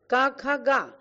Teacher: गा जो है घोषवान है, क्योंकि वर्ग का तृतीय अक्षर है